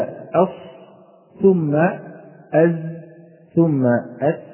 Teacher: تكون درجة الصفير أقوى في الصاد وهذا واضح، ثم الزاي ثم السين. فلو أنك قلت أص ثم أز ثم أس تلاحظ هبوط منحنى درجة الصفير رويدا رويدا.